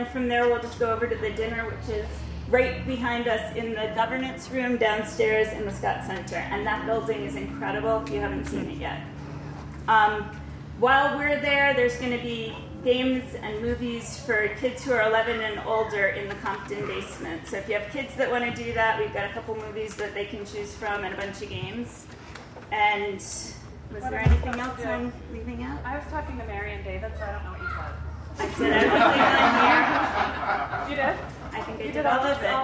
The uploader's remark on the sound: I made this recording with my Olympus LS-10. The quality is not terrific since the gathering was in an outdoor tent, the recorder was simply sitting on the table where the panelists were seated, and some of speakers from the audience did not use the microphones. The bagpipe clips at the beginning are from an early-morning warm-up outside of Lowry Center, and the start of the reunion parade of classes.